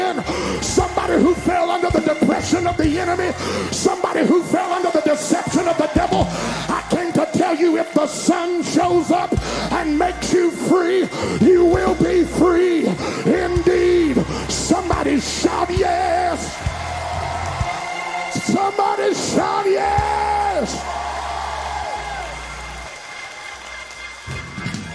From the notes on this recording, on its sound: at Impact Youth Conference 2022